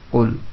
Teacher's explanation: qul lam sukun menghadapi nun dibaca dengan izhar